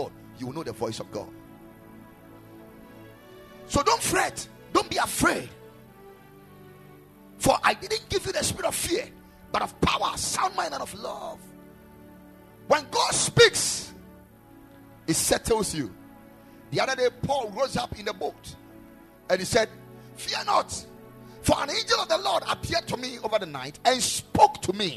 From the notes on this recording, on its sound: Preached at the Ekklesia Chapel